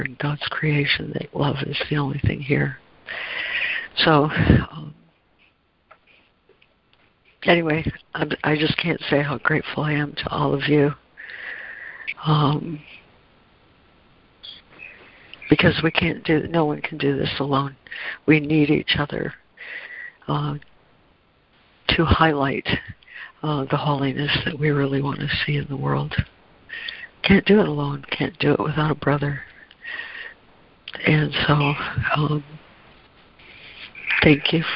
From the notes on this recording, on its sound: ACIM Daily Conference Call